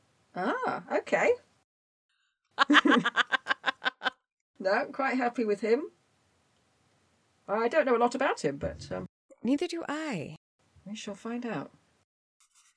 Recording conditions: sounds in the background